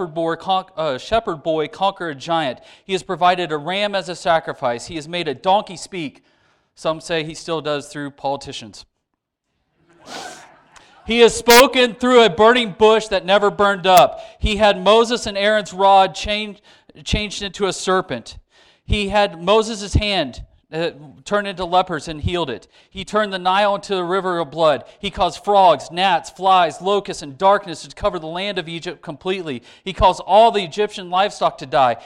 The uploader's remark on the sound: Sermon delivered to church on 9/11. We had to edit out some of the audio for copyright reasons.